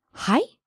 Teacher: This is the word hai, said with rising intonation.